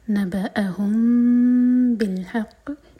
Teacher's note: مین کو ہولڈ کریں گے، یہ ہے اخفاء شفوی. اس کے بعد بالحق، ح حلق سے اور قاف پر اسٹرانگیسٹ قلقلہ.